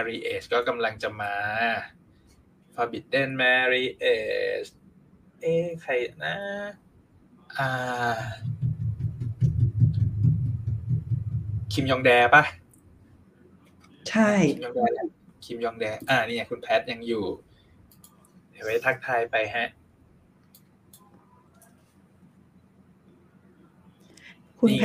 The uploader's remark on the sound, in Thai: รายการนี้เป็นการทดลองนำรายการสดมาบันทึกเสียงเพื่อลงในเวอร์ชันพอดแคสต์ ทำให้คุณภาพเสียงไม่ได้สมบูรณ์แบบมากนัก มีการพูดซ้อนกันเป็นระยะๆ